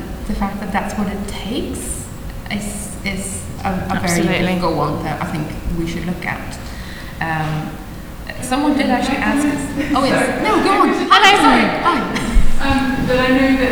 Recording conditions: live audience